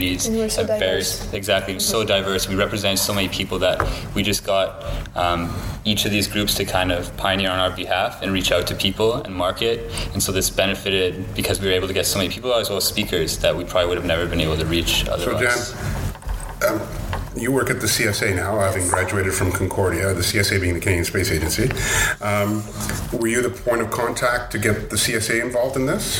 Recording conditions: busy venue